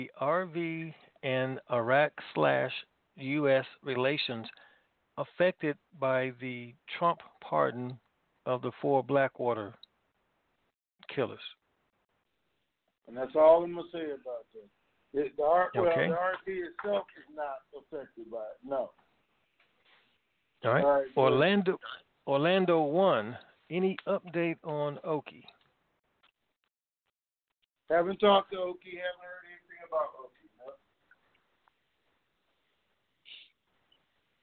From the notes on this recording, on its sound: TNTSuperfantastic Conference Call